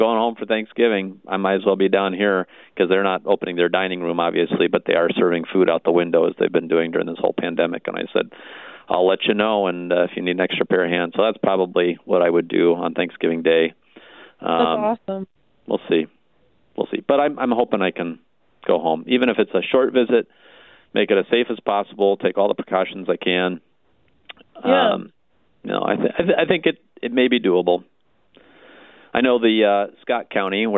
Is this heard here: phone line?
yes